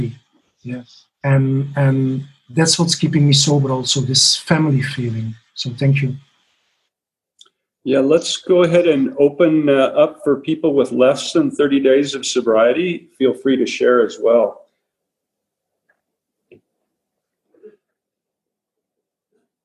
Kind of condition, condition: link, video call